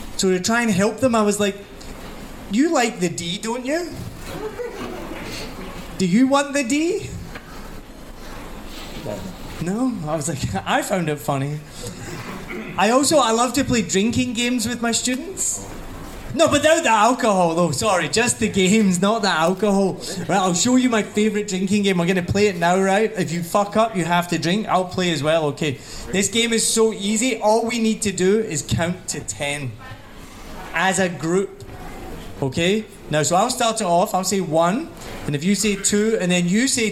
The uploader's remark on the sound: Live at One Night In Saigon. It was an amazing night of comedy.